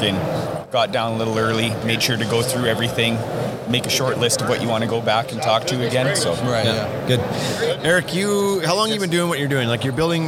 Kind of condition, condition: setting, busy venue